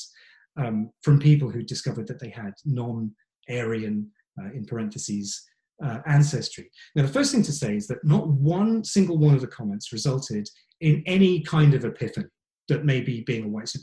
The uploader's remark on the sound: This talk was recorded at the online 5x15 event. There are only two rules - no scripts and only 15 minutes each.